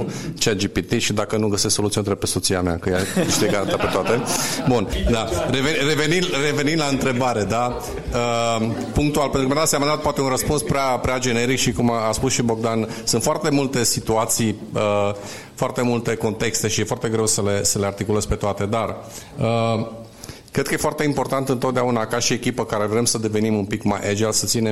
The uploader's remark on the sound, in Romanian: Episodul 27 conține partea a doua a inregistrării din cadrul evenimentului Agile Mammoths Games - Casa de Agile ce a avut loc în Cluj-Napoca la inceputul lunii martie. Am fost gazdele unui panel pe teme legate de agilitate. Au răspuns întrebărilor noastre și ale audienței.